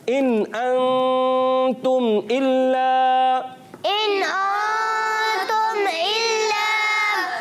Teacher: पहले नून में हम नून को जाहिर करके पढ़ेंगे, गुन्ना नहीं करेंगे, और दूसरे नून में गुन्ना करेंगे, यानी यहाँ पर इजहार हल्की का कायदा और यहाँ इख्फा का कायदा।